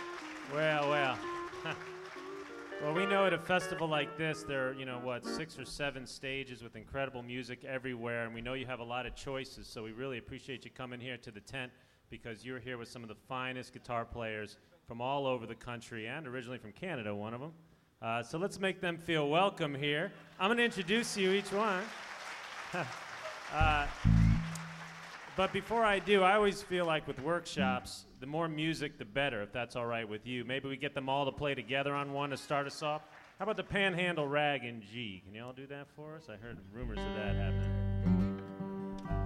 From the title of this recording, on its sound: Guitar Workshop at the American Folk Festival (2006)